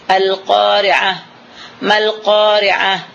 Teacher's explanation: Jadi al-qari'atu, mal-qari'atu, kita berhenti di saat itu adalah dengan mengibdal, mengganti ta' marbutah itu kepada ha' sakinah, ha' berbaris mati